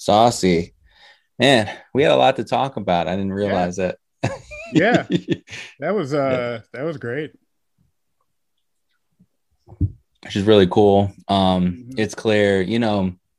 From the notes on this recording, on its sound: Recorded Live on Zoom on 2/15/2021